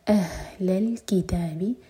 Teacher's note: حمزہ پر cut off sound کے ساتھ اور یہ ہے سینے سے نکلے گا